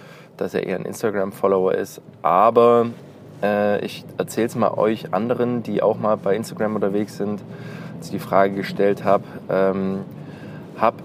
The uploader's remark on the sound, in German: Prepared! on the Road - Q&A im Auto.